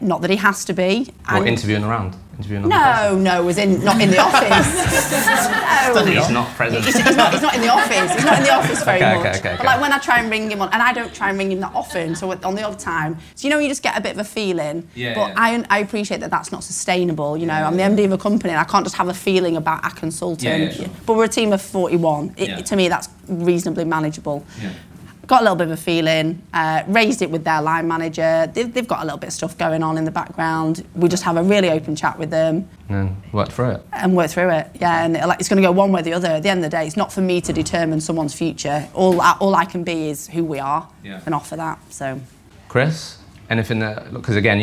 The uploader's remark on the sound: We hosted our first face to face LIVE podcast event in London on October the 27th.